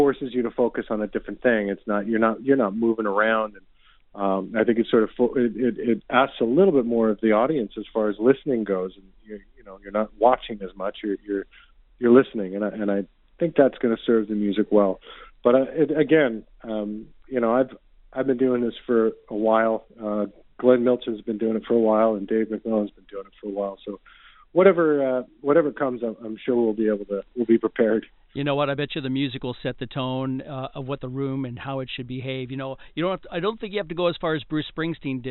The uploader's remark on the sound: called